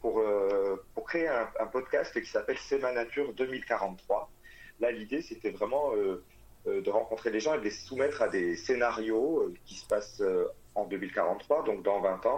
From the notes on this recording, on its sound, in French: Interview téléphonique